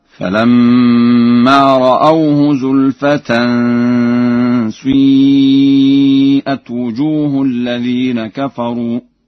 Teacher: قرأ ورش بإشمام كسرة الشين ضما